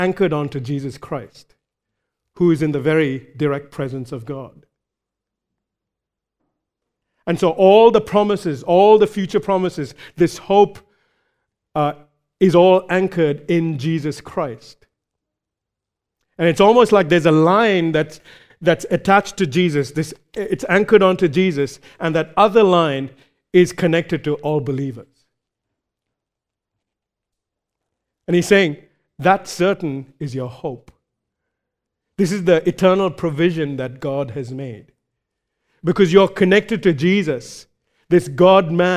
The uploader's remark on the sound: recorded live at Grace Community Bible Church